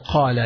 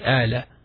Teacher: some Arabs also pronounce the قَاف as a alif · Shown in: second take · so they say أَلَ.